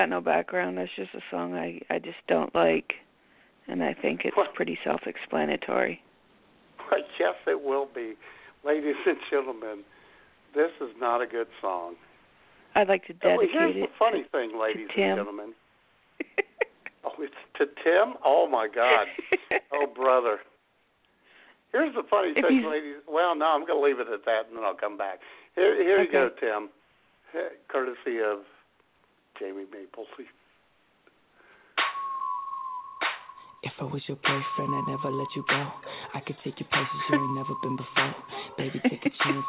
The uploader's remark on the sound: Your phone calls as IWS Radio presents.